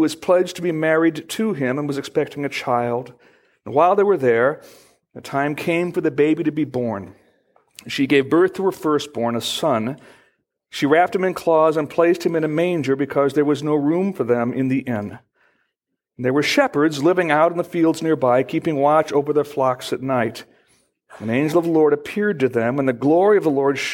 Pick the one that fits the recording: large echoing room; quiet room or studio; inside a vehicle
large echoing room